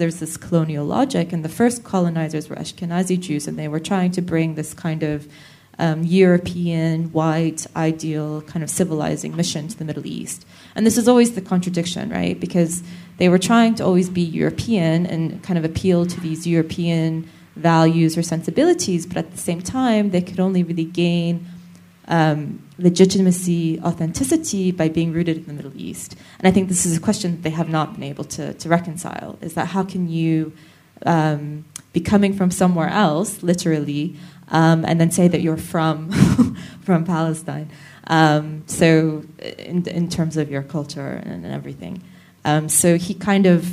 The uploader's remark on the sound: Conversation recorded live. At Columbia University Studio-X in Amman.